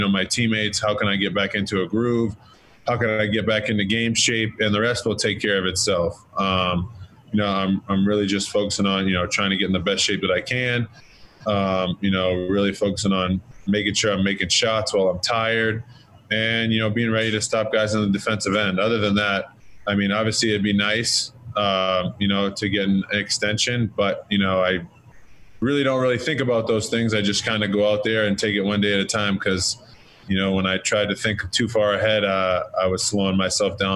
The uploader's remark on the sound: Zoom Press Conference. Addressed local media on Thursday via ZOOM conference call.